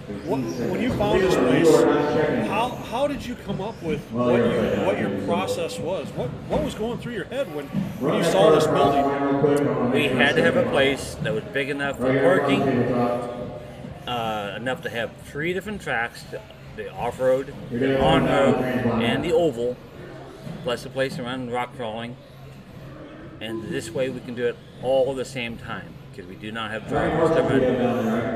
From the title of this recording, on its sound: Live from Island Speedway